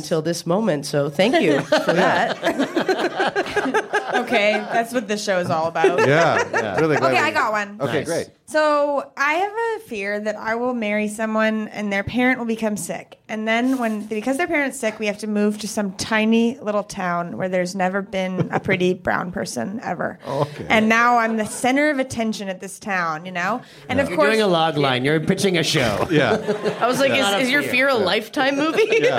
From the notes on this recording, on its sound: Perform a live version of the podcast. At Comedy Bar as part of the Just for Laughs Toronto comedy festival.